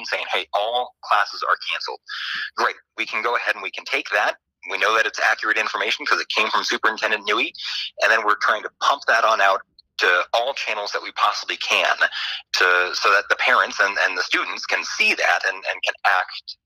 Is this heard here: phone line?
yes